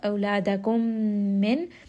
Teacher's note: Min is going to be idhar, nun sakin, followed by the letter hamza, which is one of the letters of the throat.